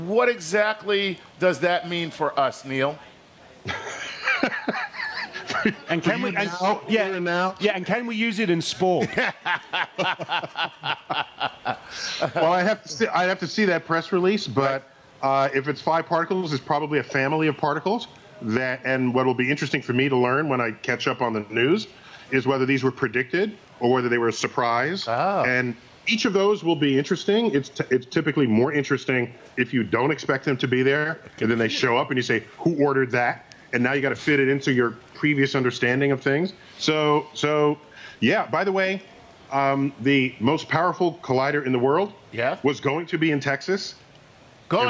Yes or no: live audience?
yes